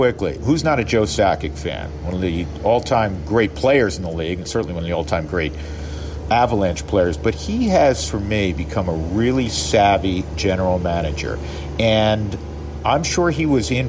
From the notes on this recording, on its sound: This week he's recording from Salt River Fields at Talking Stick in Scottsdale, Arizona.